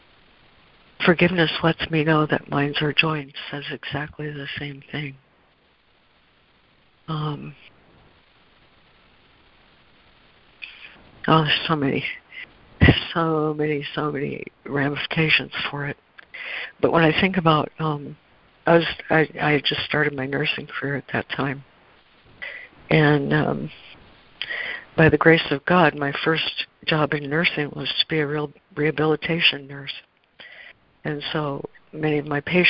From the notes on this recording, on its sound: ACIM Daily Conference Call